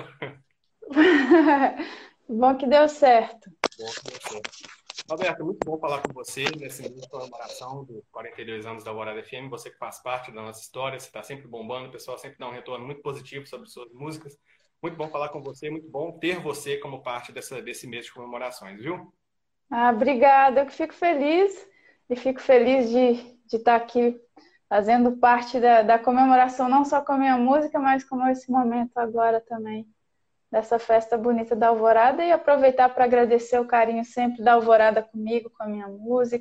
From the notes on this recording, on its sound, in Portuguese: esteve ao vivo no instagram da Alvorada FM